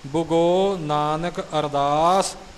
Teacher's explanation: ਬੱਬੇ ਉੱਪਰ ਅਦਕ ਦੀ ਆਵਾਜ਼ ਬਿਲਕੁਲ ਨਾ ਆਵੇ, ਬੁੱਗੋ ਕਰਕੇ ਨਹੀਂ ਬੋਲਣਾ। ਗੱਗੇ ਦਾ ਹੋੜਾ ਥੋੜ੍ਹਾ ਜਿਹਾ ਲੰਮਾ ਹੋਵੇਗਾ